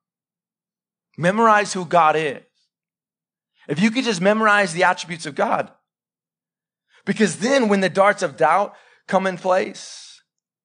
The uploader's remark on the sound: Live sermon recorded 26-September-2021 .